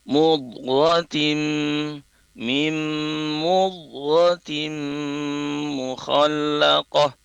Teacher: Nah, ada juga sering dalam melafazkan apa bacaan itu huruf dhad yang sukun itu terpantulkan. Nah, hati-hati huruf dhad itu tidak dipantulkan